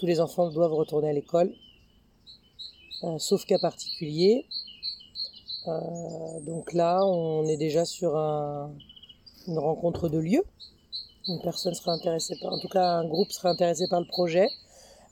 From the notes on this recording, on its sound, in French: Vous allez ainsi être accompagné par les oiseaux, les chants des coqs et autres bruits pendant tout l’épisode. J’espère que ça ne vous empêchera pas de comprendre notre échange.